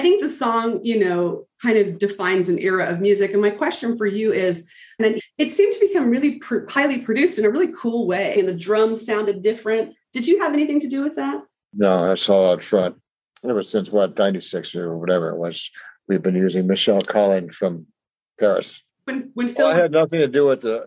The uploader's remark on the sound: because I use Zoom to record